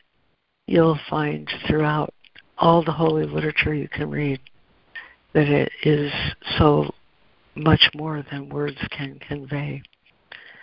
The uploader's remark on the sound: ACIM Daily Conference Call